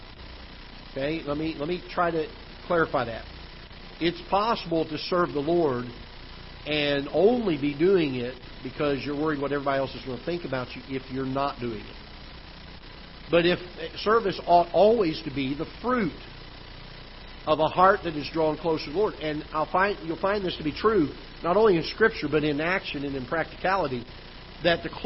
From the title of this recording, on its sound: Ketha Heights Baptist Church ~ Live Broadcast